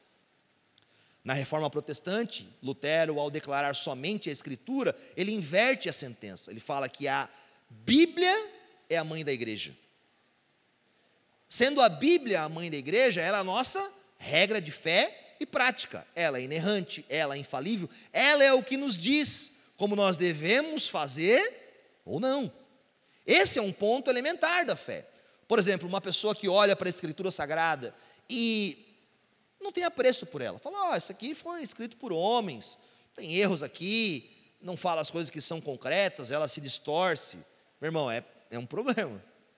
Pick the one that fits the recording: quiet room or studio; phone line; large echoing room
large echoing room